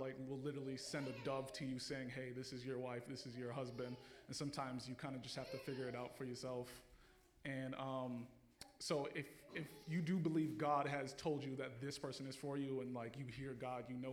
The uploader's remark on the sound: Live Q&A Panel Discussion